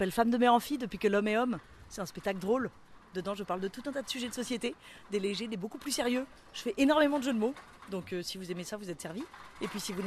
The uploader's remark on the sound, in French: Micro trottoir festival de Avignon 2022. Aller à l'essentiel auprès des artistes avec un micro de fortune.